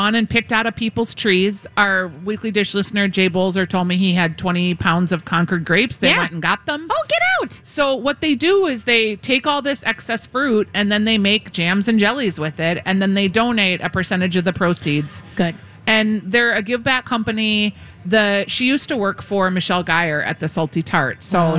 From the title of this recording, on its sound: Live at the Fair